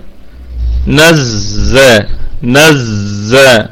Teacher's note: نراعي طبعا طبعا فيها صفة الصفير والرخاوة، واللام فيها صفة البينية، ما ننساش اللام دي ساكنة، نراعي فيها صفة البينية بين الشدة والرخاوة.